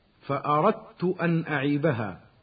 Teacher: والإدغام هو جعل الحرفين حرفا واحدا مشددا كالثاني، هكذا فأردت أن أعيبها. تأمل، أصبح الحرفان تاء واحدة مشددة